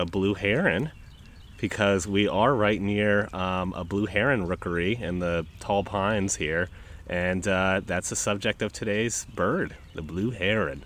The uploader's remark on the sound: As an added bonus, this week we are recording right next to an active Great Blue Heron rookery in beautiful Tall Timbers Maryland! Many birds make appearances with their songs and alarm calls.